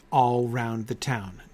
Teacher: two stressed, one unstressed, and then back to stressed